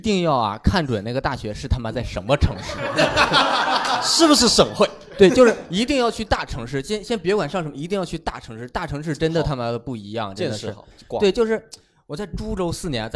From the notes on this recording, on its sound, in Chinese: 现场观众因为找不找得到北的问题吵起来了！